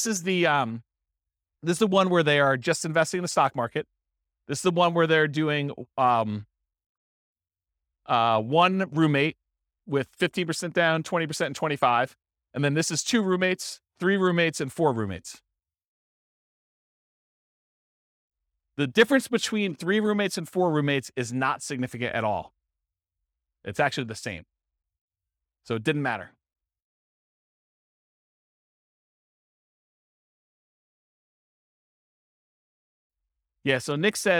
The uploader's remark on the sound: This was a live class recorded